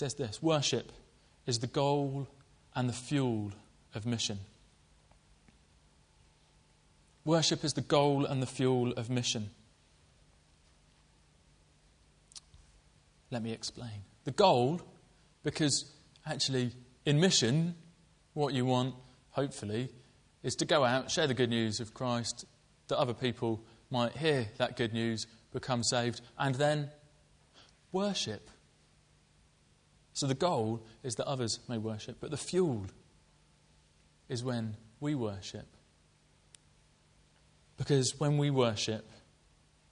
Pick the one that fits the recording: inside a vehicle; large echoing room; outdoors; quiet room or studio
large echoing room